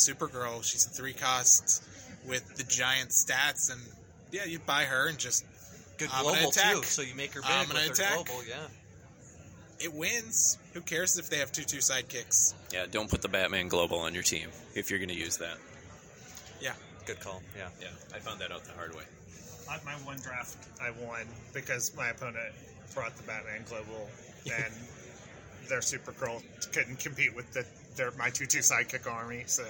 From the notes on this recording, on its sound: Our North American correspondent. Was out and about at Gen Con 2022. To hold a live, freestyle round table chat.